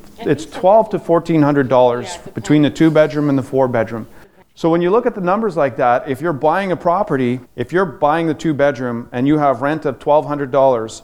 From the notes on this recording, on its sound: We're in front of a live studio audience